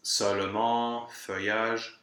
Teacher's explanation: So the OE is one of the mixed vowels in French